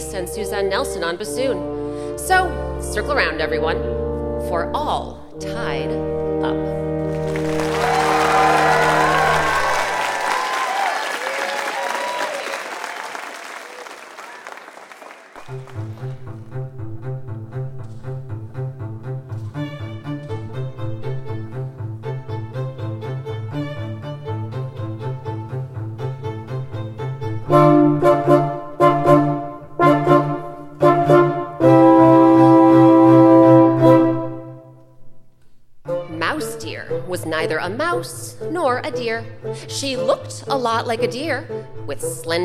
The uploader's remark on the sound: Recorded live.